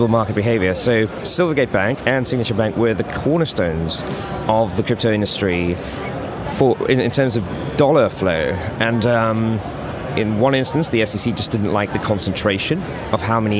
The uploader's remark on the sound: The first of three episodes recorded at Money20/20 Europe 2023, that took place in Amsterdam in June. We recorded a series of interviews with a number of the speakers from the conference.